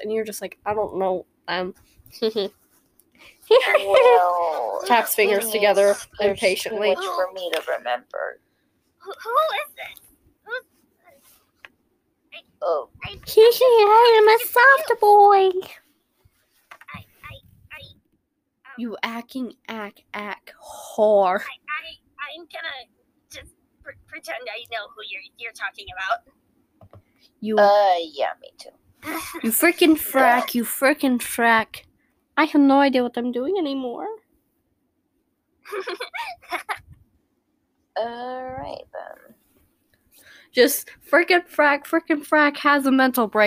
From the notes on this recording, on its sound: sorry you couldn't hear them well, my audio wasn't up loud enough